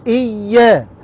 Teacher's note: إي يا شد وفتحة، إيا ألف مد طبيعي حركتان